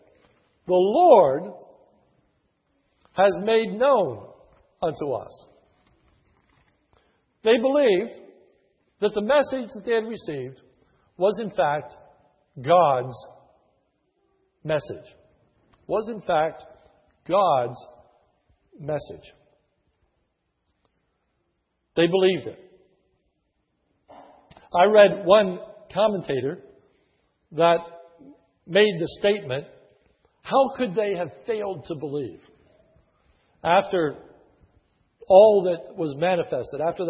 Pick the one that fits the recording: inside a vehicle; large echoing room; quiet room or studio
large echoing room